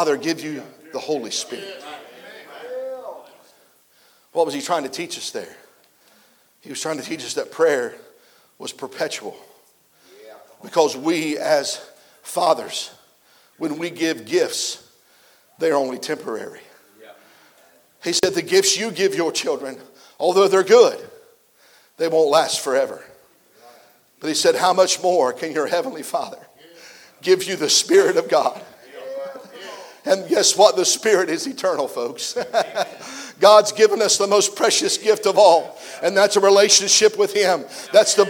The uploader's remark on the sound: preached a message at the 2023 Back to the Bible Camp Meeting in Lucasville, OH